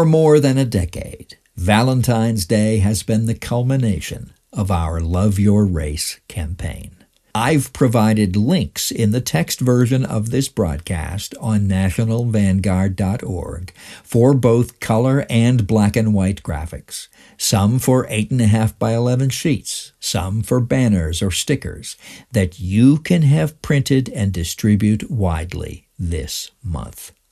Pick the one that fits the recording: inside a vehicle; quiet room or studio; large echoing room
quiet room or studio